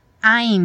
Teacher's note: Lembra que o som termina no momento em que os lábios se encontram para fazer o M.